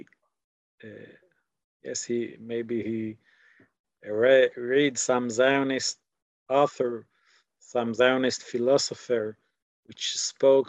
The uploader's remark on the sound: This audio was originally captured from Zoom